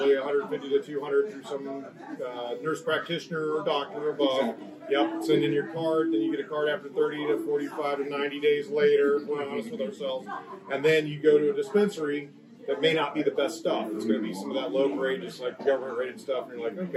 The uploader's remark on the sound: After a full year of podcasting together, the hosts meet in person for the first time! Broadcasting live from Queen's Green Apothecary in Virgina Beach, VA.